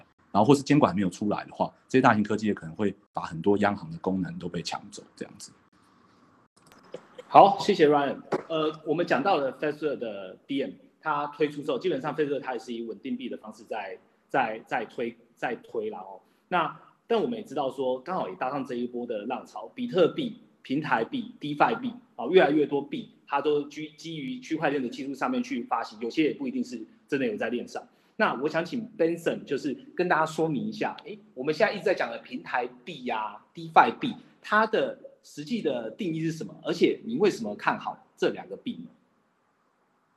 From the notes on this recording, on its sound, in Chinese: 我們這次特別把 Clubhouse的內容全程錄音。